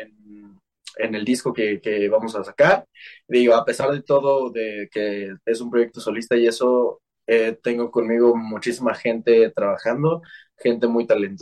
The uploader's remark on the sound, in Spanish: Charlamos via zoom